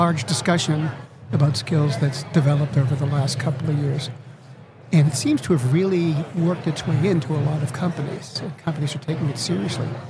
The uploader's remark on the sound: Live at the HR tech 2022 conference